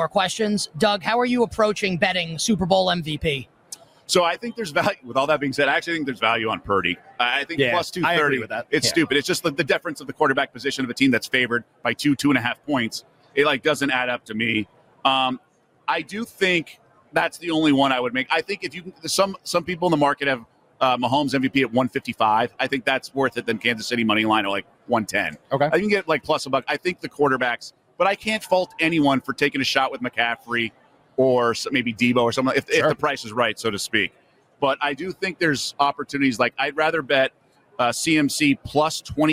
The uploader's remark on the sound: join the show this hour LIVE from Radio Row.